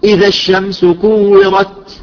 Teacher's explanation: الهمس عبارة عن اخراج هواء بسيط من مخرج التاء